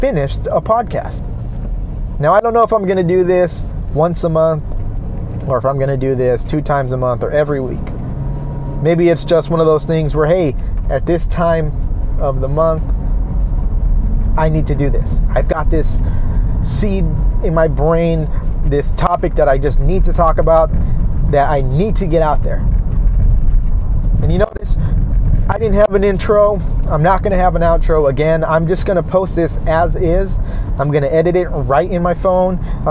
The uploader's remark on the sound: No worrying about audio for this one as I felt the need to just record as I hit the road home.